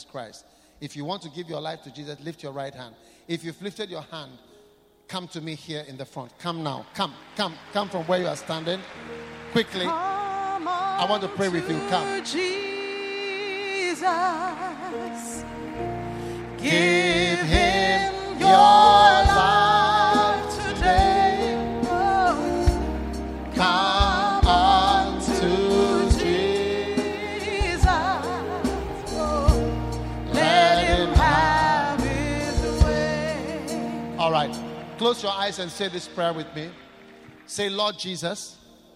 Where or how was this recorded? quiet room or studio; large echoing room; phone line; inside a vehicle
large echoing room